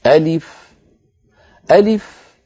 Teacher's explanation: همزة مفتوحة، لام مكسورة، فاء ساكنة